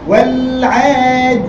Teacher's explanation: انت لما اشبعت كسره الدال جعلت من الياء مشدده فقلت والعادية فجبت الياء يا جماعه مشدده على فكره اللي بقوله